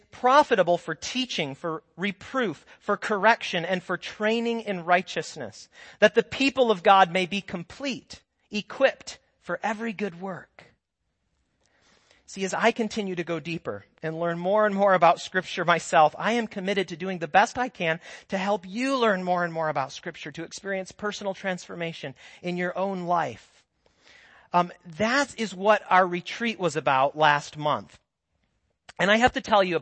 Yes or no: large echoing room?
yes